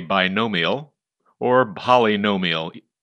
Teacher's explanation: Every answer is a word or name that has the accented syllable no somewhere inside it.